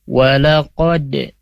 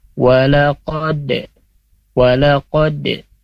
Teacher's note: Walaqad, nah, di sini ada di kata qad ada qalqalah, ya, dal sukun. Nah, cara bacanya itu memantul, ya, ini masuk huruf qalqalah